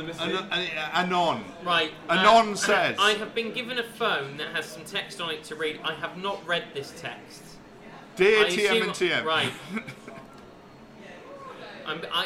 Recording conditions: live audience